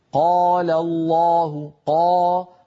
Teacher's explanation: هنا الألف التي بعد القاف تركت القاف تأخذ حظا أكبر من التفخيم